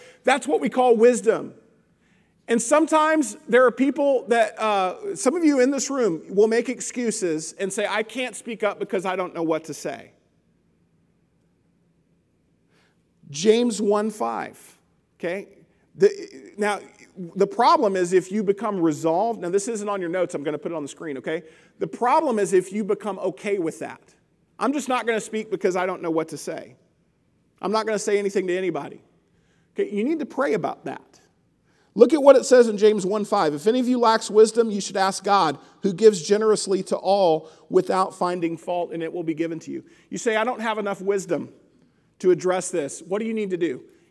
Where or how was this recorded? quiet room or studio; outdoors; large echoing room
large echoing room